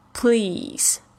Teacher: 注意到这个 pl， pl 的这个音啊，有没有发得非常地快？